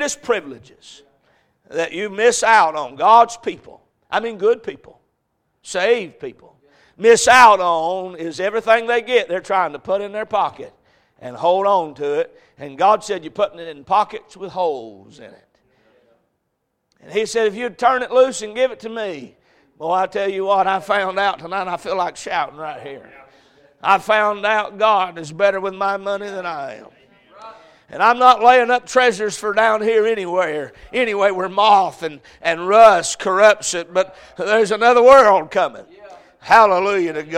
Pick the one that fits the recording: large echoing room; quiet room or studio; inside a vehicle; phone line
large echoing room